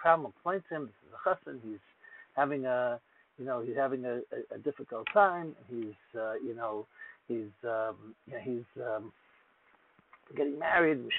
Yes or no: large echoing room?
no